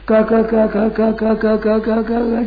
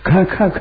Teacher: दूसरे में चौथे में ये महाप्राण प्रयत्न है इसका, महाप्राण, इसमें प्राण ज्यादा खर्च होता है · Shown in: second take · पहला तीजा पांचवा में अल्प प्राण है।